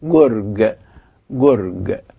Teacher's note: القاف بتنطق مثل الجيم المصرية غير المعطشة، غير المعطشة، يعني فيه كلمة فارسية اولها كاف عليها شرطتين وبعدها راء وبعدين الكاف اللي عليها الشرطتين الاثنين دول، يعني اولها زي اخرها، كاف بشرطتين في الاول وكاف بشرطتين في الاخر، فهي تنطق جرج جرج.